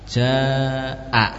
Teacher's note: mad yang panjangnya lebih dari 2 harokat · Term: mad wajib mutasil